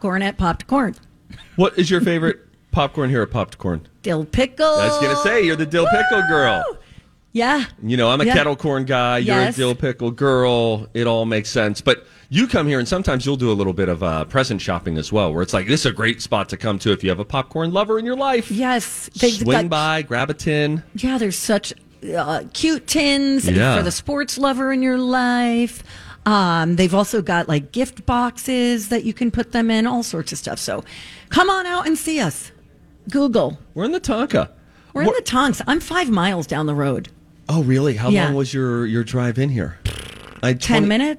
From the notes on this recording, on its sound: Broadcasting live from Popped Corn in Minnetonka! It's our 16th Annual Santa Project.